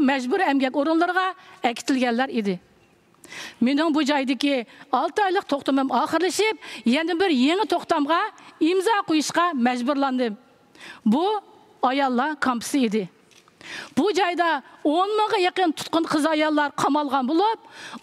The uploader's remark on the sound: This episode is recorded in Uyghur. Recorded at the 2023 Oslo Freedom Forum.